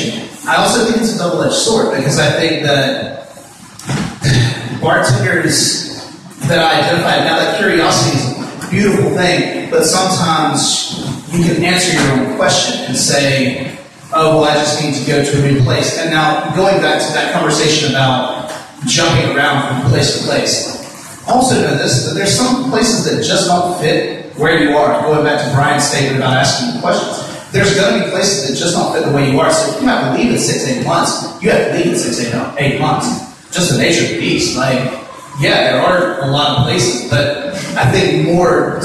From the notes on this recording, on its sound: The event was recorded in front of a live audience at the Wrecking Bar Brew Pub near an area of Atlanta known as Little Five Points.